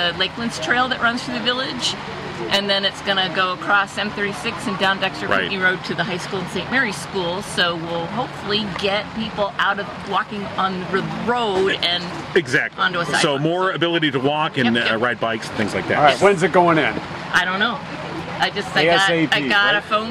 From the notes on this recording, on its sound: We were live from Downtown Pinckney for the annual St. Patrick's Day Parade!